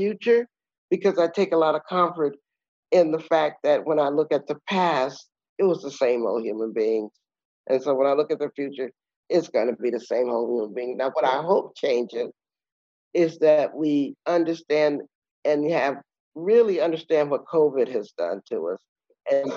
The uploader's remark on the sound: Recorded in public the 21st of November 2020. This episode was recorded on Zoom thanks to Les Créatives festival in November 2020.